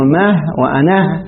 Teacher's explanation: وجاء في ما الاستفهامية وفي أنا إبدال الألف هاء، يعني بدل أن تزاد الألف تبقى يعني يوقف على الألف تبدل الألف ماذا؟ · Term: هاء السكت